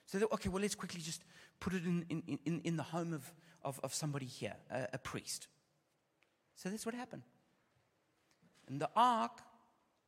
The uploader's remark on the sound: Opening session of the 2023 Every Nation Campus Conference hosted by Every Nation Berlin